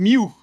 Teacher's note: Das L verschwindet einfach und wird zu einem U